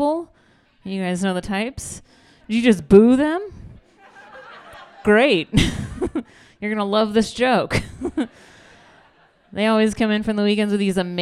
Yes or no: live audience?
yes